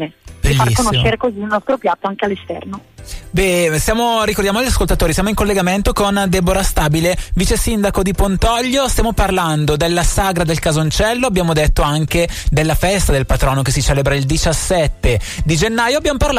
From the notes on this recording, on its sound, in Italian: Al telefono, la vicesindaco del comune di Pontoglio.